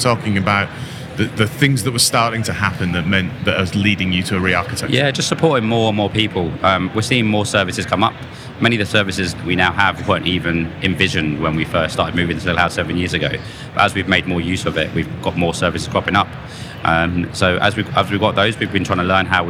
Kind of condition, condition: setting, busy venue